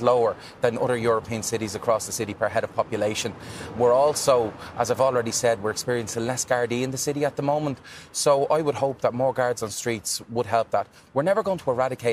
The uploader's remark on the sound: live at Dublin City Hall